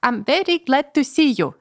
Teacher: Каждое, по крайней мере, большинство э, слогов ударные.